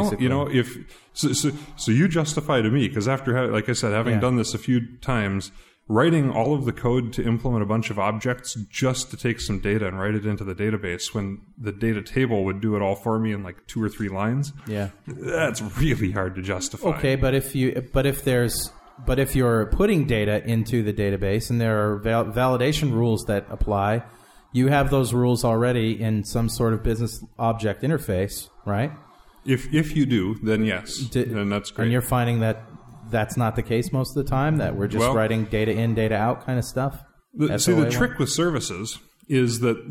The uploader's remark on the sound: live* recording of Dot Net Rocks, from the March 2005 Dev Connections conferene in Orlando, FL